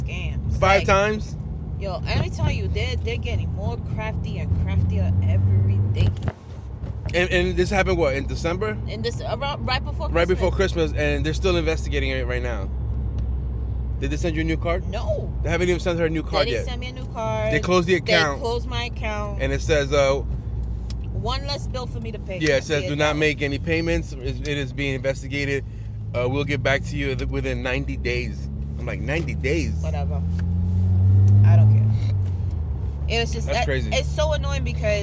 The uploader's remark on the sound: Welcome to School Commute Convos where we have conversations about random topics while driving our children to school.